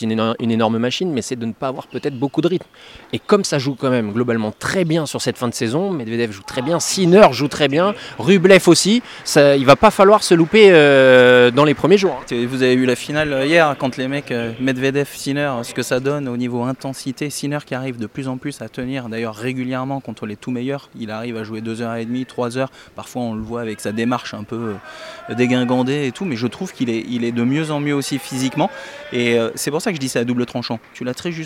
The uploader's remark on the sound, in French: C 'est parti pour le dernier Masters 1000 de l'année à Paris. En direct des tribunes du court central.